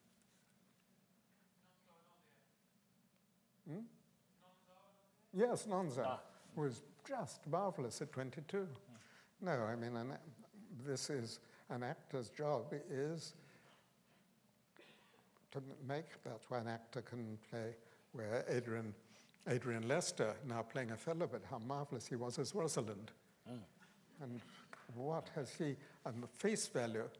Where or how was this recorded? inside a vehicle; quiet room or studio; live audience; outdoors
live audience